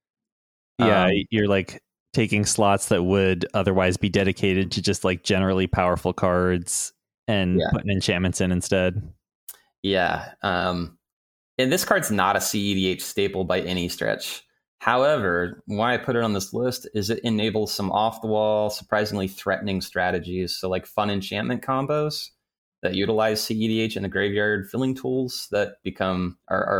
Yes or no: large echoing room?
no